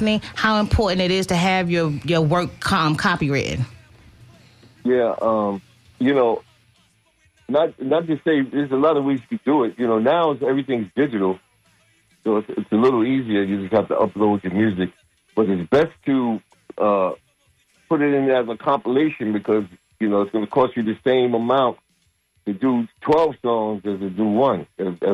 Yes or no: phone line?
yes